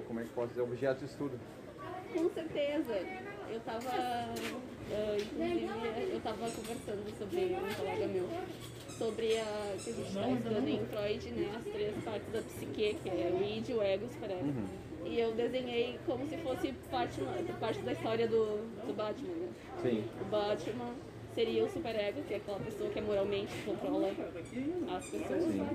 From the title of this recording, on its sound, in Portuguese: direto da feira do livro de santa maria 2021